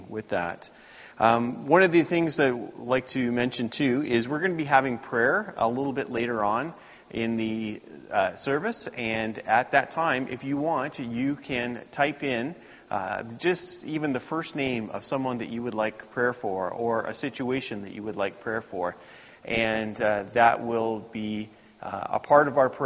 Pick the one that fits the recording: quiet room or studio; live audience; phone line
live audience